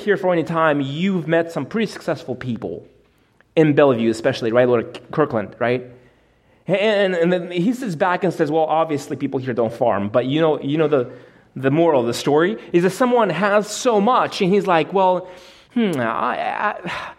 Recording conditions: large echoing room